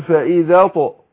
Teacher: امتى بنقلقل الحروف ديت حروف القلقلة لما تكون ساكنة واخد بالك فهنا عندنا الطاء ساكنة فأتقلقل وقلنا القلقلة وبيحصل اضطراب في الايه في المخرج فقول فإذا طق